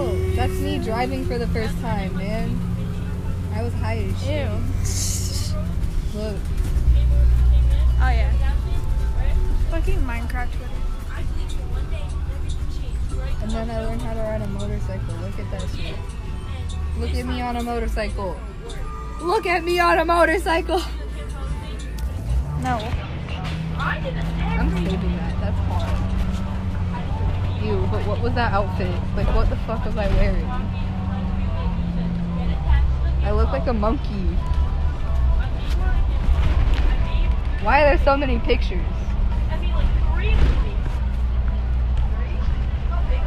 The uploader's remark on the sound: Recorded on a bus